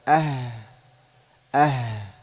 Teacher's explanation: هذا الصدر، والحلق أقصاه مما يلي الصدر، أي أبعد مخرج من مخارج الحروف مما يقرب من الصدر، هو أقصى الحلق، ويخرج منه الهمزة والهاء